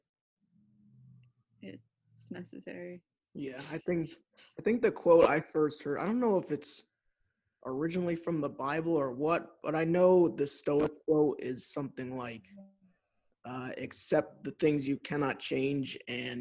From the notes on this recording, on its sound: catch up over Zoom